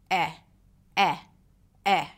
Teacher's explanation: This one is closer to a neutral eh sound. In English, the eh sound is a bit more open.